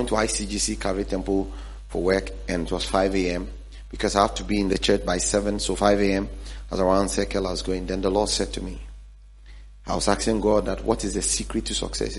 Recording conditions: large echoing room